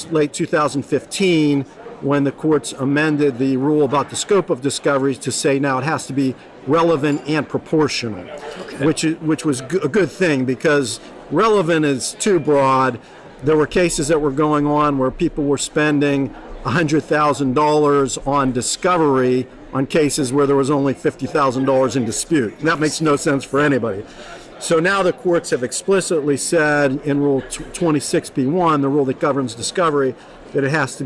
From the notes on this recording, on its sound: Live at ARMA InfoCon.